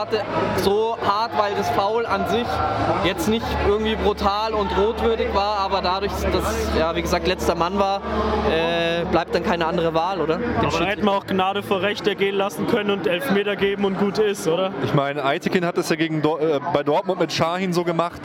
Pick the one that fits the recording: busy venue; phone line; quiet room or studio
busy venue